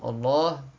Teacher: Donc, quand le lem, il est dans le nom de Allah, quand c'est au début du mot, le nom Allah, c'est tafkhim.